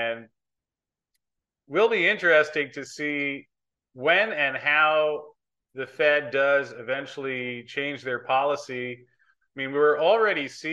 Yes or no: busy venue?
no